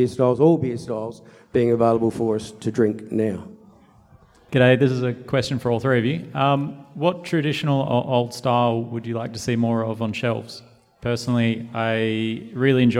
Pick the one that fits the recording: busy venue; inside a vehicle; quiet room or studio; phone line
busy venue